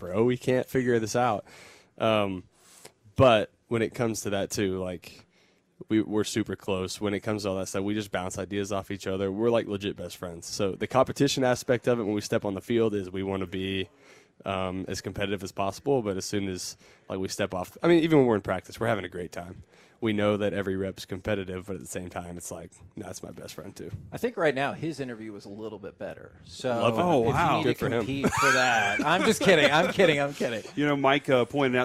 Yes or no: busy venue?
yes